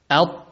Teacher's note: نحبس الصوت به لمخرج الغلق ما بين طرف اللسان وأصول الثنايا العليا، أط نغلق بالكلية، يعني هو حرف شديد، فعضوي النطق التقاء جابروا ونحبس بينهم الصوت.